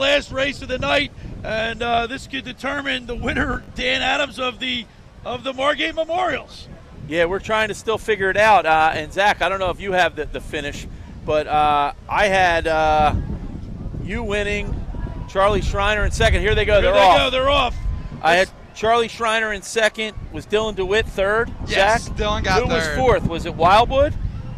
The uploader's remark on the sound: 97.3 ESPN's Live coverage of the 2023 Margate Memorial Lifeguard Championships from the beach in Margate.